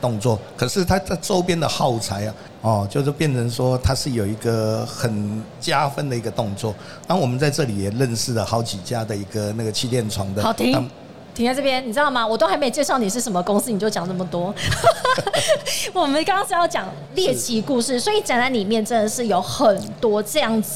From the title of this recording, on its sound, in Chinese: 2022 Medical Taiwan台灣國際醫療暨健康照護展 -Live Podcast